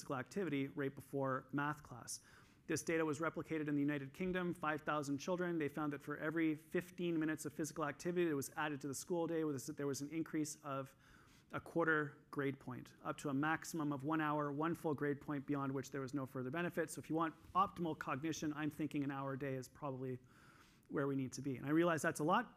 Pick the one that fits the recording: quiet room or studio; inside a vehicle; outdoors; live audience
live audience